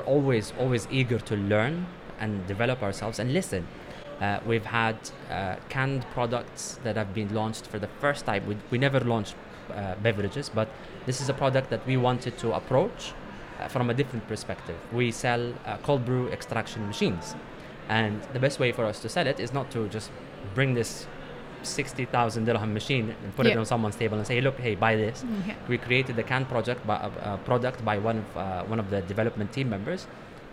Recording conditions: busy venue